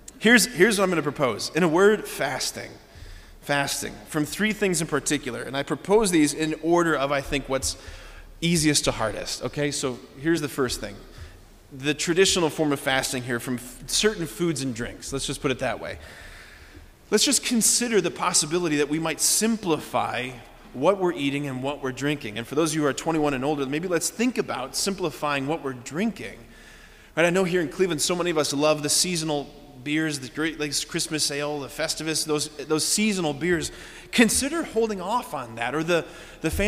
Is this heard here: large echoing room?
yes